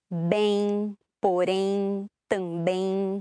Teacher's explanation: those are actually nasal diphthongs, even though it just looks like one vowel there